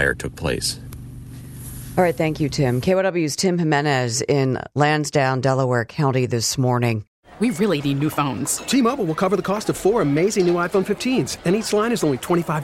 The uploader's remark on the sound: live at the scene